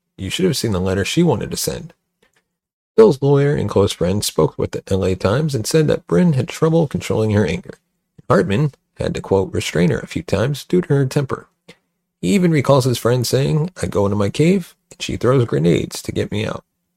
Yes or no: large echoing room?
no